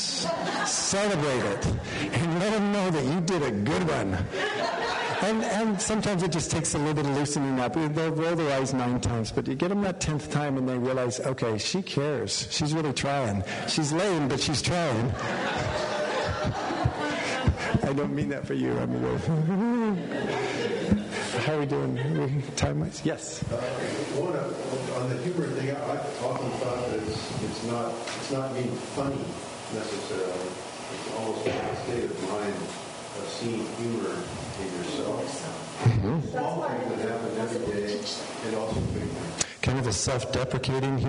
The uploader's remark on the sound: We apologize in advance for the poor audio quality. There were some technical difficulties.